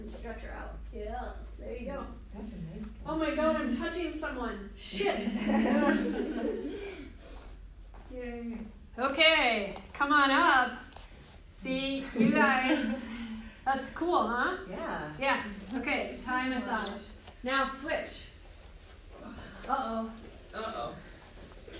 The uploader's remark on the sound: This is a live recording from a workshop